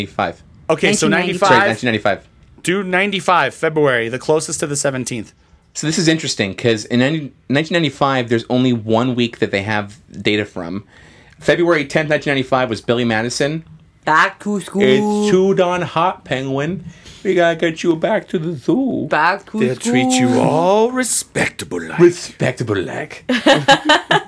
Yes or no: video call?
no